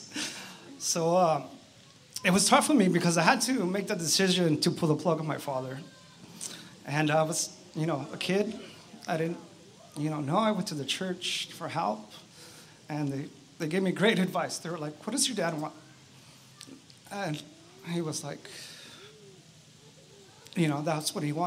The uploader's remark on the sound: Outdoor Service - Seaside Lagoon